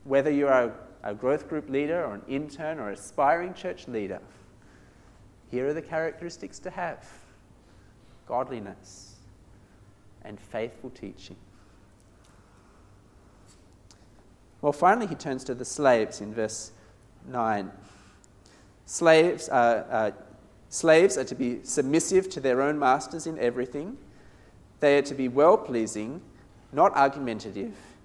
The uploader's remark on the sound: This sermon was preached at St Mary's Cathedral, KL on 10th December 2017